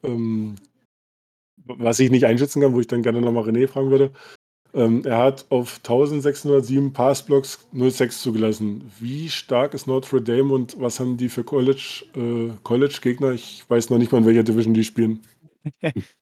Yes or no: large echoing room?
no